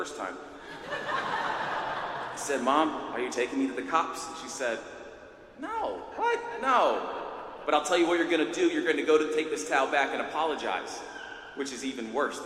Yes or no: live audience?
yes